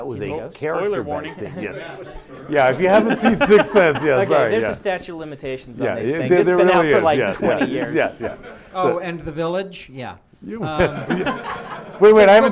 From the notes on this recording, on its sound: in front of a live audience